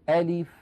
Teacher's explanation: ألف يعني أنطق همزة مفتوحة بعدها لام مكسورة بعدها فاء ساكنة